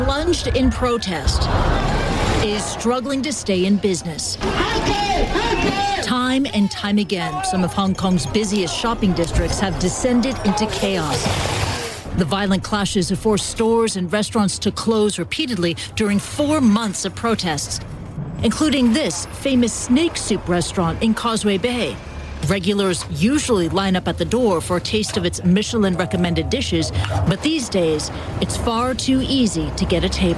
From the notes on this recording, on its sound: live from the New York Stock Exchange